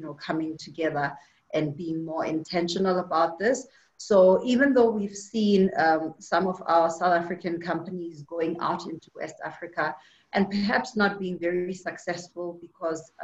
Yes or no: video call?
yes